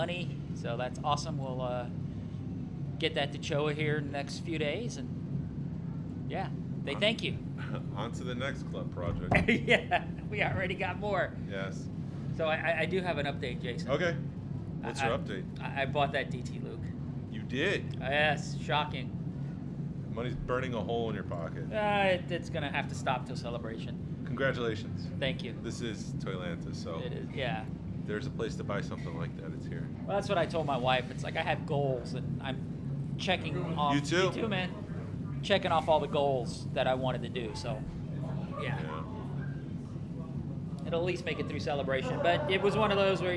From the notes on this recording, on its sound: Recording from the Georgia Alliance of Star Wars Collectors (GASWC) table as the annual toy show, Toylanta, winds down on a Sunday afternoon. Interview vendors and attendees.